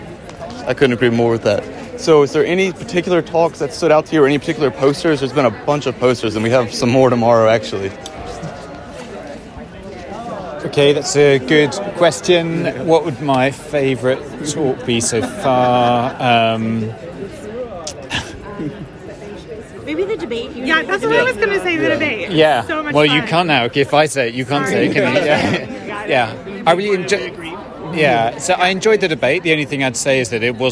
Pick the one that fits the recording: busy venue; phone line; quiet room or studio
busy venue